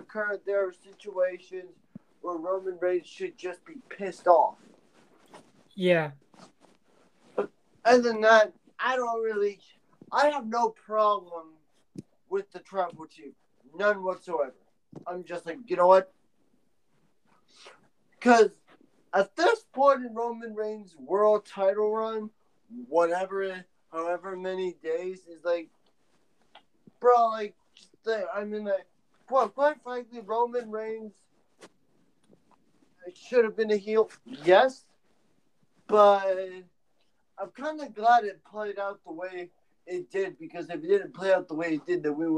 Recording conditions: poor sound quality